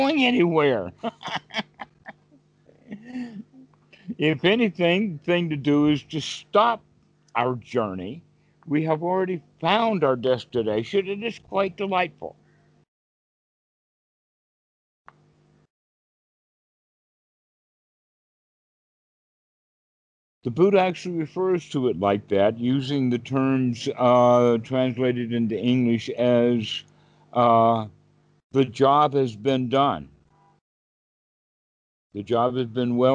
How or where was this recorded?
video call